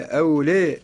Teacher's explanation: أولى هنا لا بد فيها من الألف القصيرة وهي الياء المحمول بها، أو نسميها بالإمالة